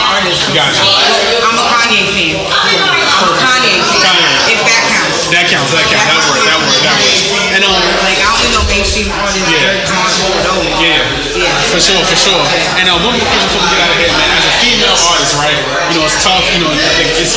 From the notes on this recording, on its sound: Live at the Hood Media NYC’s Media Day Mayhem.